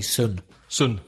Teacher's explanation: But in Belfast, there is no long. They're all short. Nobody says soon in Belfast.